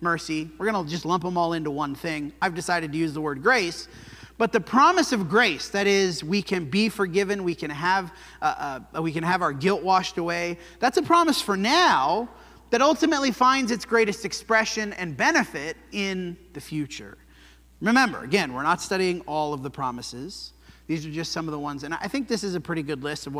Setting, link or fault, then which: setting, large echoing room